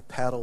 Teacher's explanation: it's the Scottish pronunciation of pearl. It's got an extra syllable.